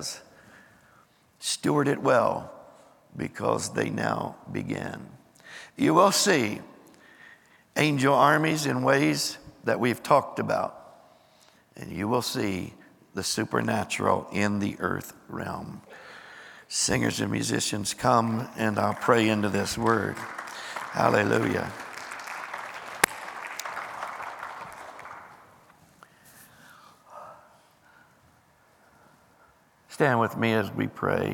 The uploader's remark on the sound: Recorded live on 12/31/23.